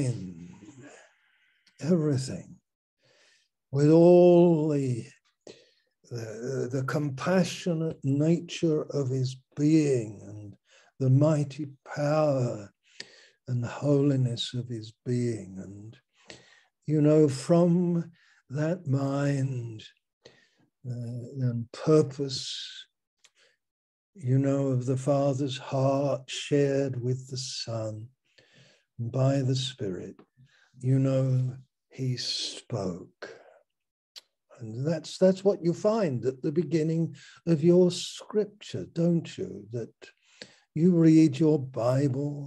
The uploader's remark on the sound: Malaysia Meets (Zoom)